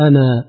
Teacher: يعني إسقاط الألف حال الوصل. أما في حال الوقف فإن جميع القراء يثبتون الألف